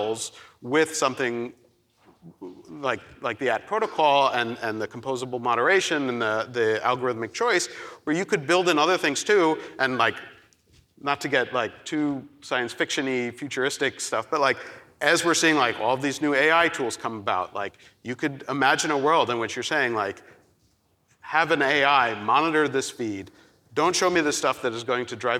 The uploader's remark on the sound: We've got a nice fresh live recording for you today! The Knight Foundation's INFORMED Conference. Panel discussion.